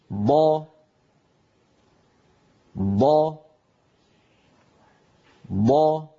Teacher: لاحظوا بأن الصوت بارك الله فيكم، وهو قد مثلناه لكم بأسهم سوداء، لاحظوا بأنه يتوزع يمنة ويسرى ولا يخرج من جهة مقدم الفم، يعني لا يخرج من الجهة الصفراء، بل يتوزع على المنطقة الخضراء يمنة ويسرى هكذا.